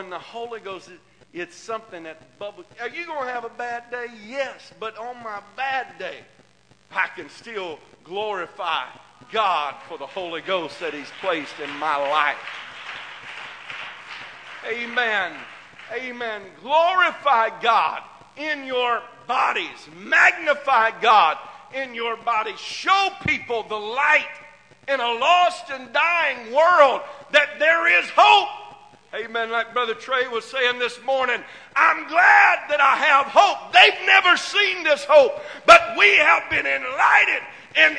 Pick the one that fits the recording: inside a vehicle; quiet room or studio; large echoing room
large echoing room